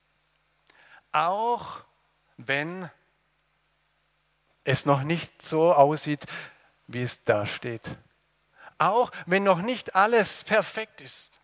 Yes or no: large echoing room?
yes